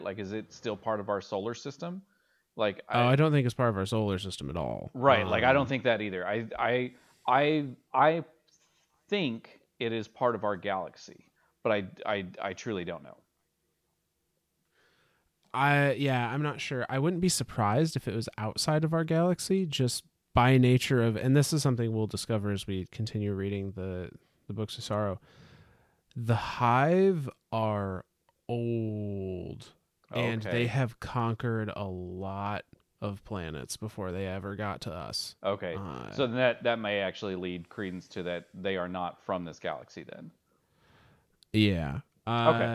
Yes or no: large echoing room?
no